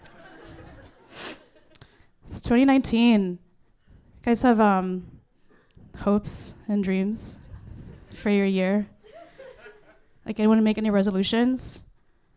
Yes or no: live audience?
yes